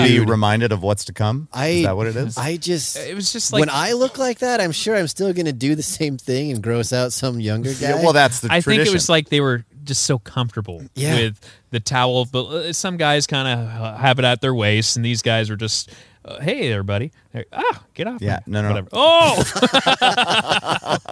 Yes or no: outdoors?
yes